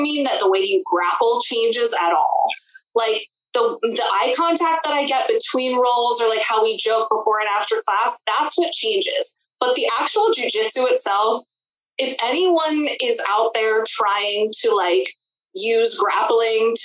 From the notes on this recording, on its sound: Chicks on a Zoom. We couldn't get together in-person this week. We know it's not the best audio you ever heard.